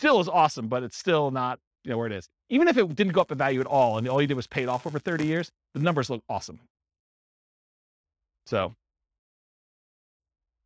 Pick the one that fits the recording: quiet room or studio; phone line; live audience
live audience